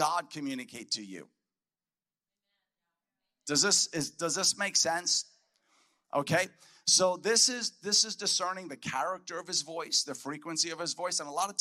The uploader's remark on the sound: a powerful message spoken at our Voice of Freedom Prophetic Conference